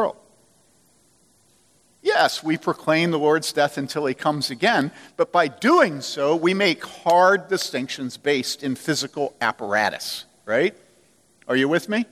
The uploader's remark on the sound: From the Summer 2015 Clearnote Conference.